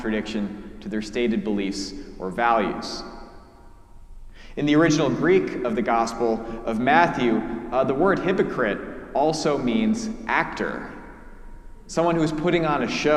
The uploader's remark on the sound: preached at our celebration of the Holy Eucharist during our Ash Wednesday service